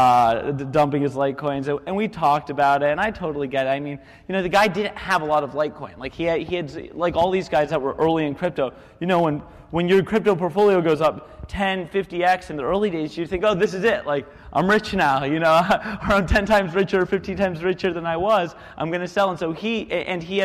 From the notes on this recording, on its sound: It was when we were in town for the Coinvention conference. We even did our show live on stage at the event. Sometimes technology just fails. We don’t have a good recording of that show. After all, this was recorded in the city of brotherly love.